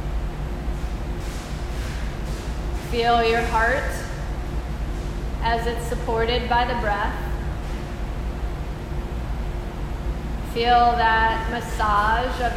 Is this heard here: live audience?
yes